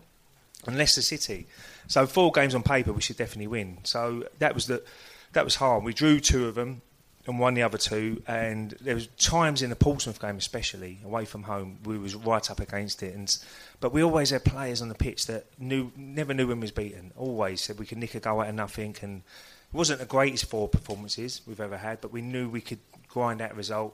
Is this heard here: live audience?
yes